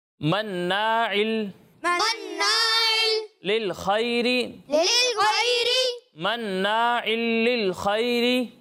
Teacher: عین کی ادا کی واضح ہونی چاہیے، ٹھیک ہے، حمزہ نہیں لگنا چاہیے